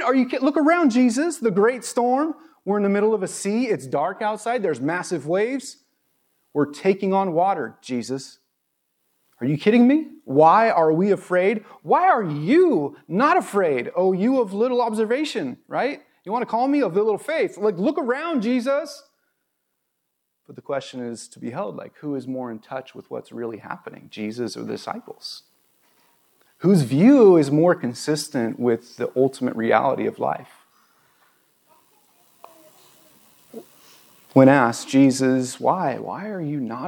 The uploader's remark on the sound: This was recorded on September 11, 2022 at Bethel Church in Ridgefield, Wa.